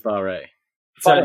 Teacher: like a WH is a F sound in Māori